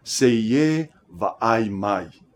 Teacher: The Samoan and Tokelauan languages also use something called a glottal stop, which is noted in the lyric with an apostrophe. The glottal stop creates a short pause between two vowels, separating the two sounds.